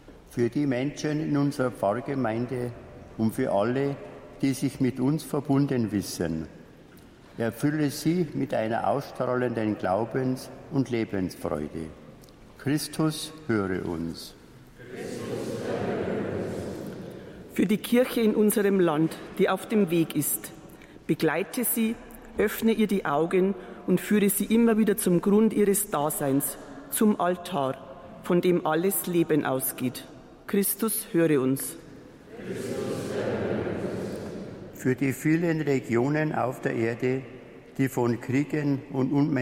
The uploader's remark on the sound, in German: Live-Gottesdienstübertragung aus der Stadtpfarrkirche Waldkirchen